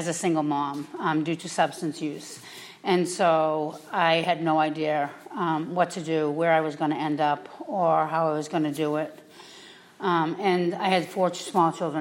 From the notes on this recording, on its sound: we invite two guest speakers into the pulpit